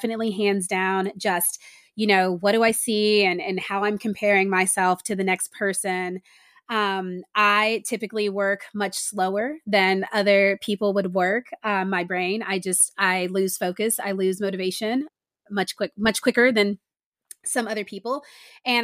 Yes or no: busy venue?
no